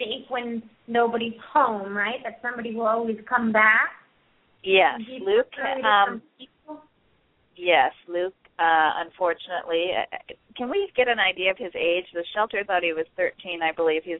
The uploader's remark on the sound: open up the lines for listeners to call